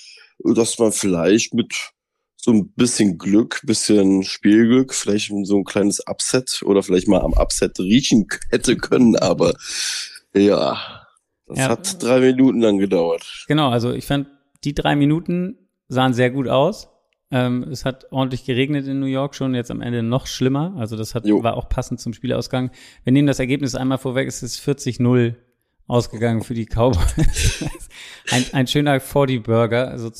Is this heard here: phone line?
no